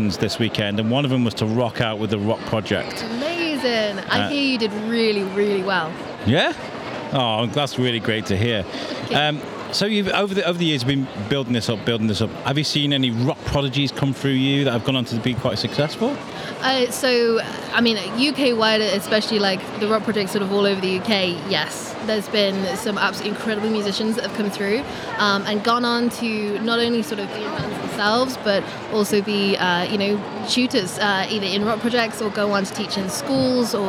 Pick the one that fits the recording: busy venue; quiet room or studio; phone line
busy venue